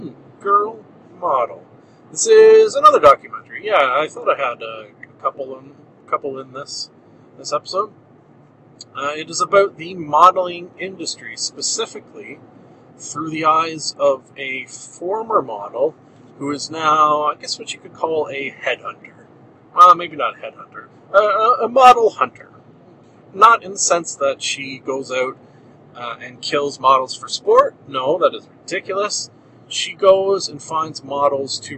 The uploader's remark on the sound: Somehow driving the missuss's's car effected the audio.